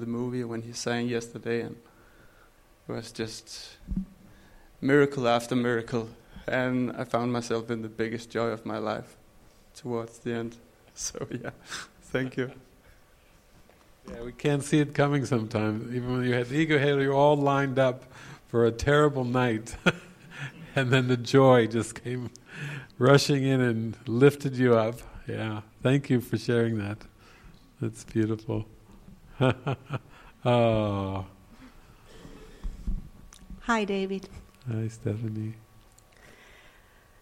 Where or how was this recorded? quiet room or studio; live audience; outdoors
live audience